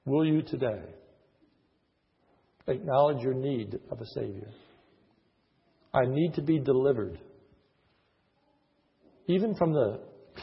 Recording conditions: large echoing room